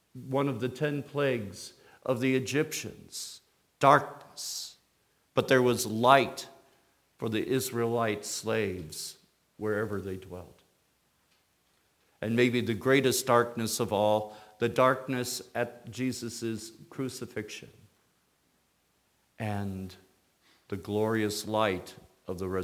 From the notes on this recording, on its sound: Sermon from Christmas Eve Candlelight Service 2018. Today’s episode came from our worship service.